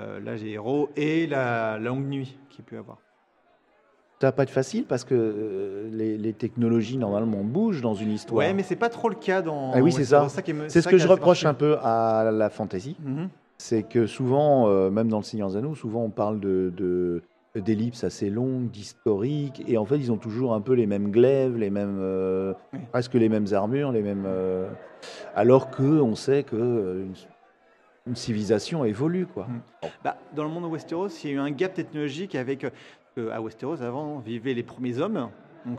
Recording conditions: busy venue